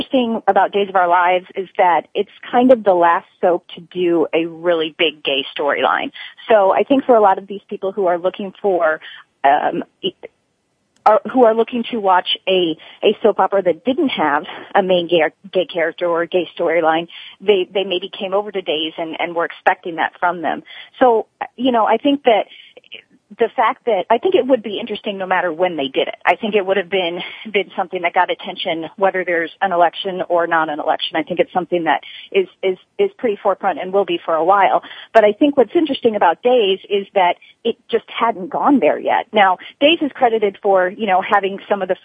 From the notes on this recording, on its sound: This week, we’re taking your calls live for the entire hour. We’ll also be sharing some of the calls we’ve received on our new 24/7 caller feedback line.